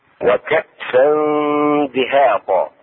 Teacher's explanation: إخفاء التنوين وهي فتحتين مع الدال